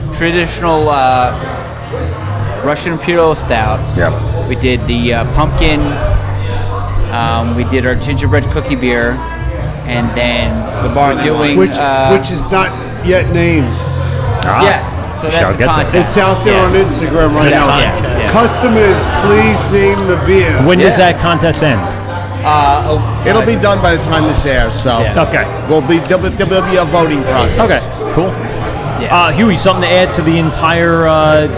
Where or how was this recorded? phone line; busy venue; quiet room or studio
busy venue